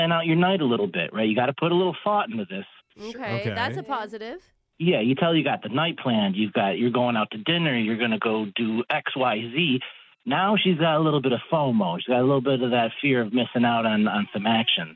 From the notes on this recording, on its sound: The guy on the phone today